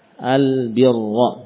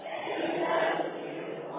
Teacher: Cara membaca yang benar adalah langsung membaca ra dari sejak awal dengan tebal.